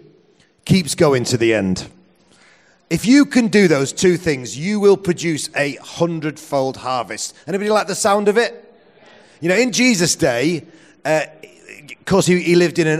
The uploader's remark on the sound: Presented as a seminar at the Message Conference 2017, recorded at Victoria Warehouse.